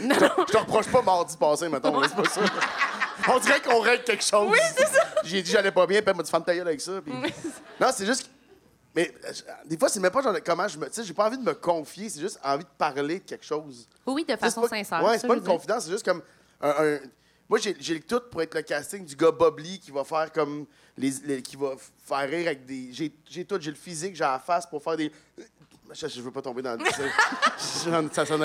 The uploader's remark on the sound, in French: LIVE à Montréal! Se joignent à nous pour des confidences LIVE au Cabaret Lion d'Or de Montréal!